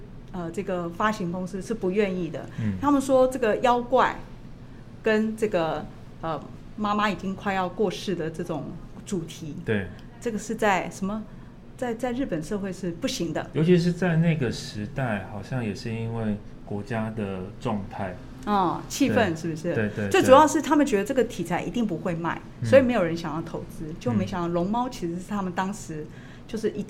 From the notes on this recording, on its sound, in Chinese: 本集節目在「Sidoli Radio小島裡」現場錄製